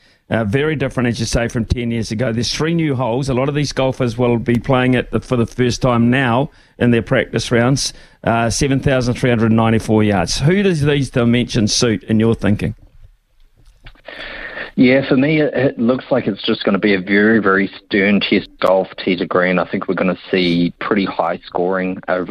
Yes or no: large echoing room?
no